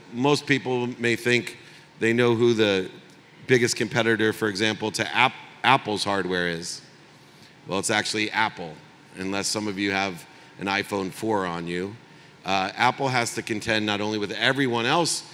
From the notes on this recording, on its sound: speaks at the AIBC Conference in Dubai